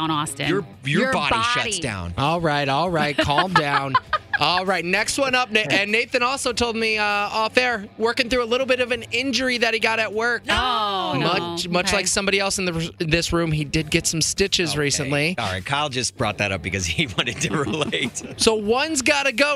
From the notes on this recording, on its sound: called in to play a game of One's Gotta Go